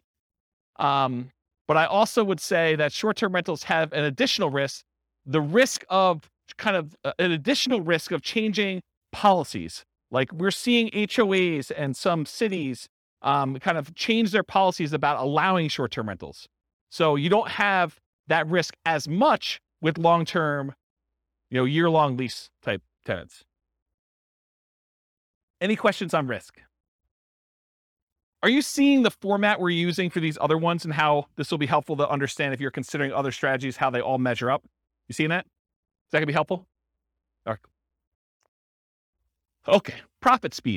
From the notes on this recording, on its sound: This was a live class recorded